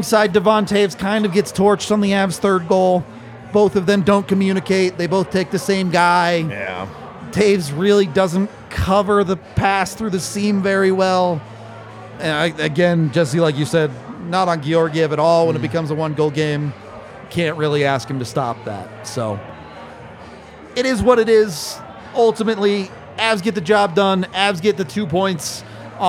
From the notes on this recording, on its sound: LIVE from the DNVR bar